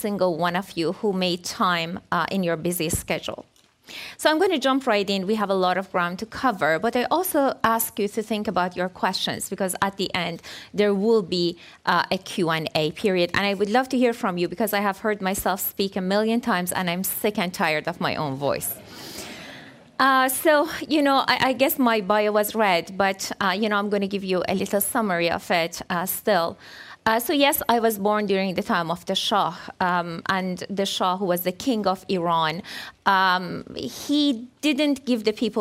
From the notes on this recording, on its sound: This presentation was delivered as part of the 2015 Acton Lecture Series.